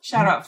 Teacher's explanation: The stress is on the second syllable.